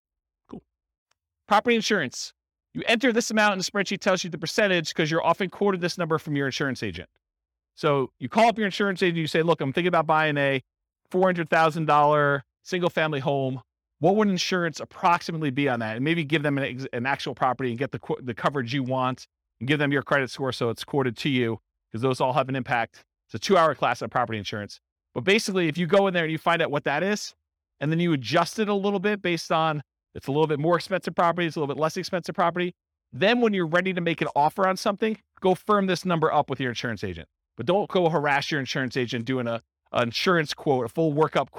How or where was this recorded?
live audience